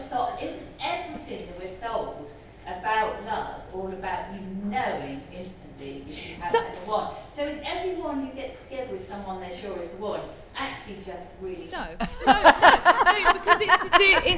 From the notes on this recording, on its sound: Live at the Turner Contemporary as part of the Margate Bookie literary festival. Live at the Turner Contemporary as part of the Margate Bookie literary festival.